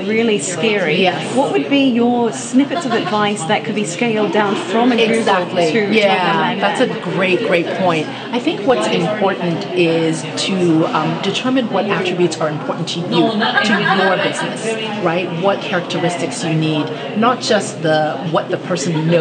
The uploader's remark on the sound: on location at Naseba's 11th Human Capital Forum MENA on the 25th -26th May, 2016 at Sofitel Dubai The Palm, Dubai, UAE.